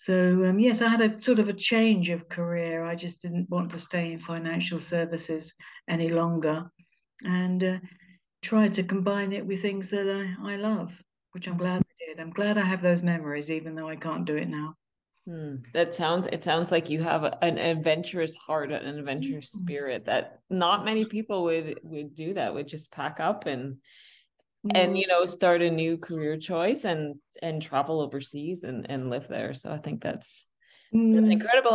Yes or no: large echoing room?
no